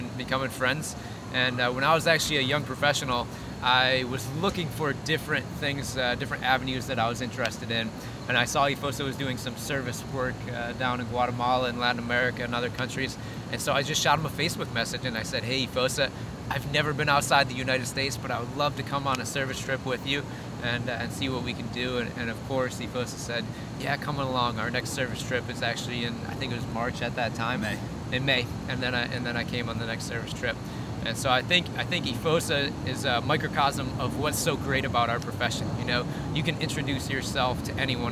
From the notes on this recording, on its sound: LIVE from the Ascend Conference in Washington DC